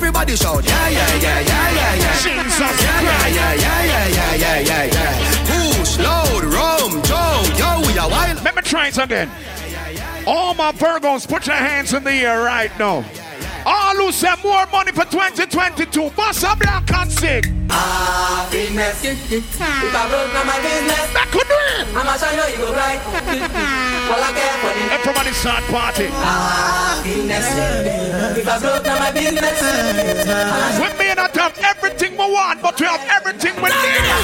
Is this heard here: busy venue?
yes